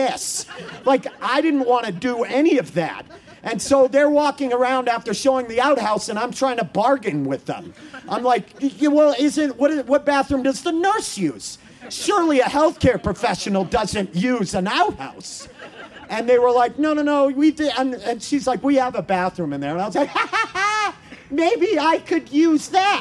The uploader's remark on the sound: In front of outdoor audience, in the parking lot of Buntport Theater. In front of outdoor audience, in the parking lot of Buntport Theater.